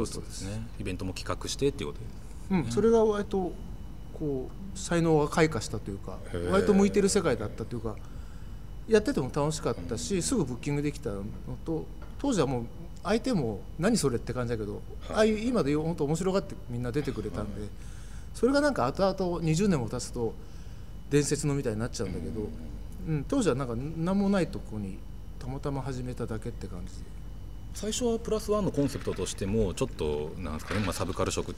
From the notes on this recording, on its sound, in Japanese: 収録場所：東京カルチャーカルチャー（渋谷）